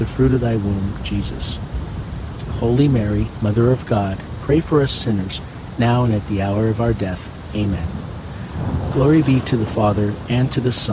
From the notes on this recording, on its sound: HEAVY RAIN. The natural ambient sounds of heavy pouring rain with crackling thunder and lightning.